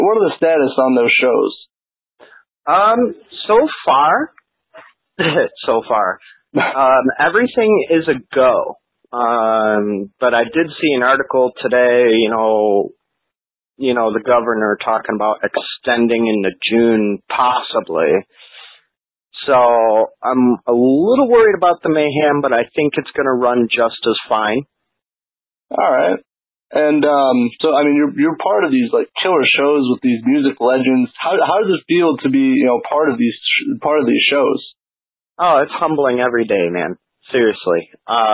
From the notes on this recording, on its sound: A phone interview with frontman and guitarist.